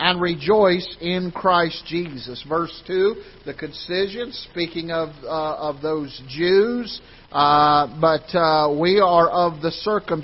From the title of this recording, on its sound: Ketha Heights Baptist Church ~ Live Broadcast